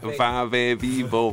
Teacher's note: Labio dental, donde utilizas los dientes y suena más como tipo F, va, ve, vivo.